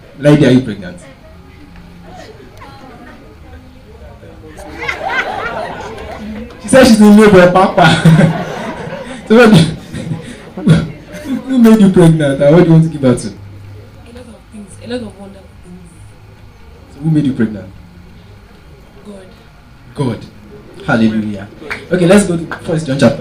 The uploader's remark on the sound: Preached at TACSFON OAU in 2009.